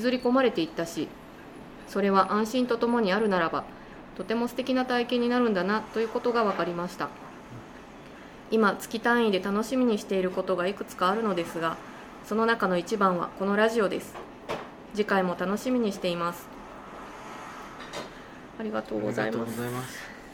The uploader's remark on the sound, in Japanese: 東京都杉並区東高円寺にあるカフェバードバスさんでの収録です。